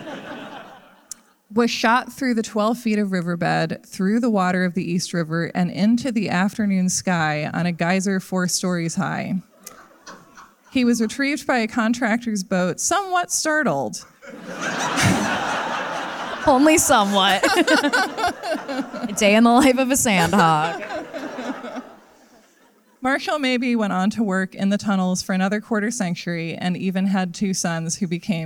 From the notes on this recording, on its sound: Live at SF Sketchfest.